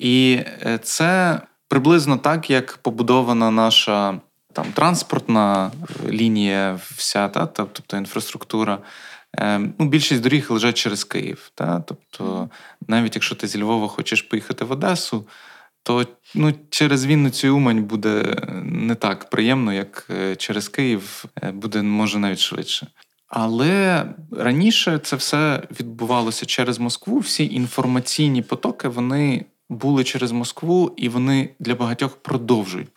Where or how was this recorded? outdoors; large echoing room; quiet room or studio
quiet room or studio